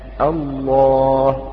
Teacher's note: بدأنا بلفظ جلالة نفخم الألف · Term: تفخم الألف